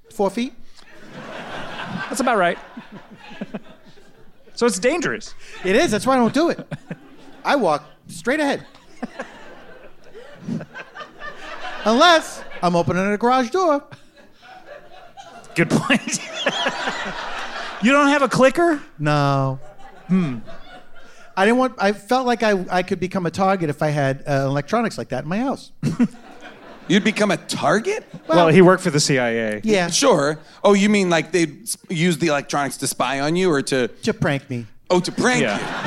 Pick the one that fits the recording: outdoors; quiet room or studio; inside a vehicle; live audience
live audience